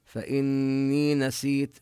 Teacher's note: نبين غنة النون المشددة ونمد الياء مدا طبيعيا، فإني نسيت الياء في فإني ونسيت تمد مدا طبيعيا.